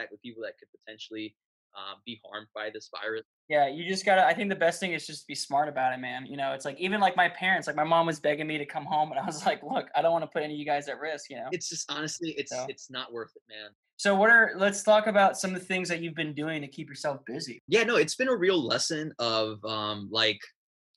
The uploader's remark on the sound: Via video chat all the way from New York City. I knew this was going to be a weird dive into the web-chat world but I decided to jump on the "Zoom" train along with everyone else.